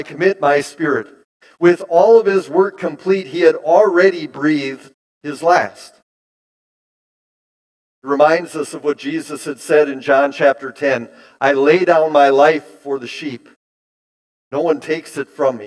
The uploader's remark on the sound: Bethany, Appleton, WI. Preached this sermon at Bethany's Easter Sunday worship on April 9, 2023.